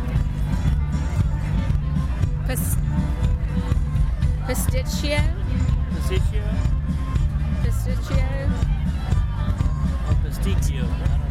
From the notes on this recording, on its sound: Join us at Greek Fest New Orleans, an annual event that we never miss. We have a sound-seeing tour.